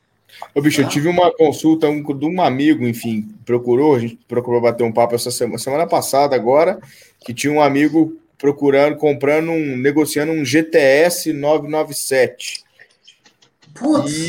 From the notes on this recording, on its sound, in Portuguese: Gravada ao vivo via youtube